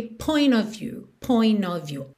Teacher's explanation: Of, OF, sempre com som de OV